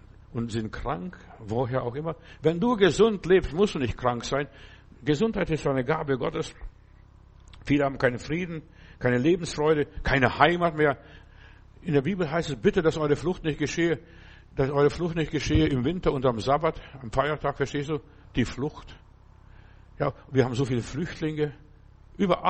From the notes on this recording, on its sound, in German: Im Gemeinde-Zentrum in Berlin aufgenommen.